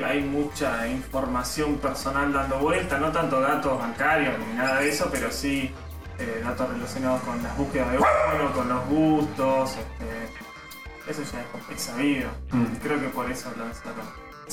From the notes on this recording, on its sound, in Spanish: Este episodio contó con un desperfecto de sonido (los micrófonos decidieron no grabar), así que la calidad es bastante cuestionable.